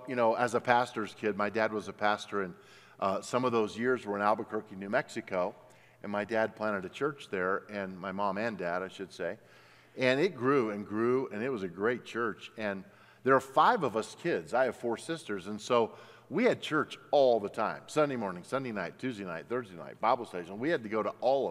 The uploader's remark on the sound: at Timberline Church